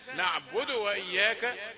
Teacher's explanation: نقول لأن الواو أم الضمة، قبل أن يتكامل صوت الضمة تأتي بالواو فتبتلع صوت الضمة، ويبقى لنا دال ساكنة مقلقلة ناحية الضم · Term: ضمة مختلسة